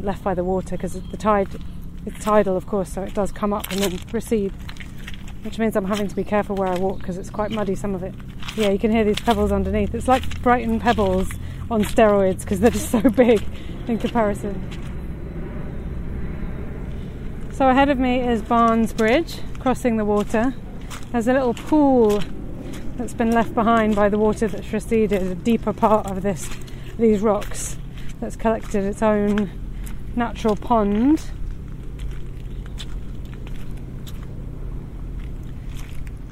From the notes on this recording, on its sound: This podcast is recorded in 3D sound! Join her out and about as she captures those small, magical moments of everyday life, in sound.